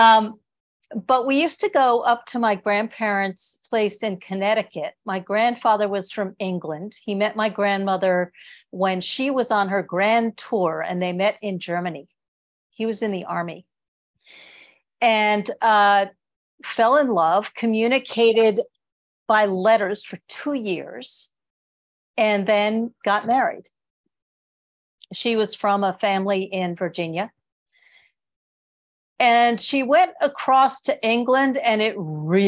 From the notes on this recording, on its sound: This minisode was clipped from a LIVE virtual Show & Tale: My Favorite Thing (Kitchen Edition) with Green-Wood Cemetery death education program.